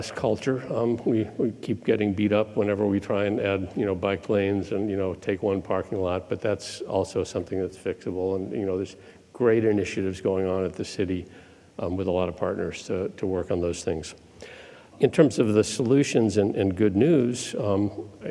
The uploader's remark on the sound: The best of live interviews from GreenBiz events.